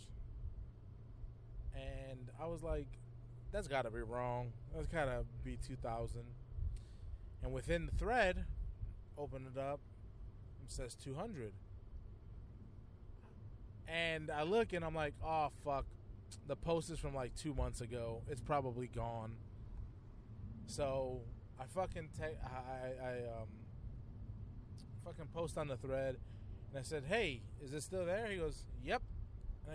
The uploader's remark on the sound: A Quick CARCAST!